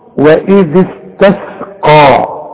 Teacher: الكلمة دي كلها فيها القاف فقط مفخمة